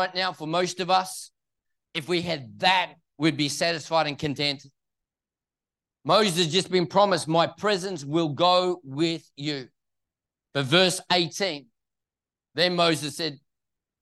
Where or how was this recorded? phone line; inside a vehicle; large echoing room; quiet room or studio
large echoing room